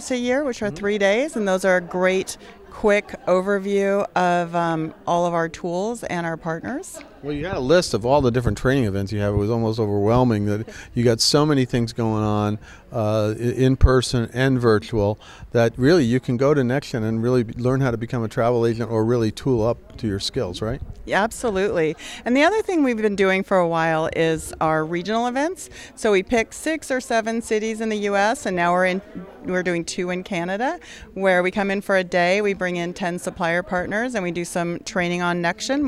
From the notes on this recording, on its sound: At the CoNexion conference last month.